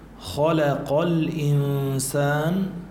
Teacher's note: الإنسان في إخفاء، نون ساكنة وبعد سين إخفاء